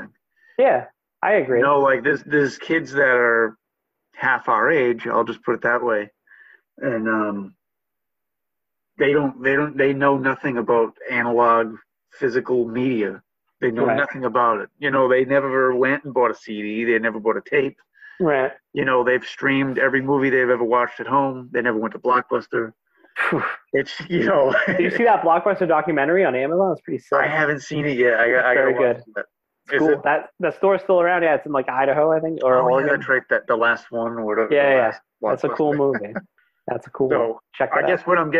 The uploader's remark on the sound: We talked via Zoom